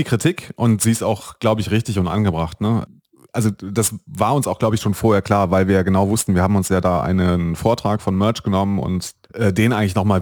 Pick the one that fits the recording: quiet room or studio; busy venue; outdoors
quiet room or studio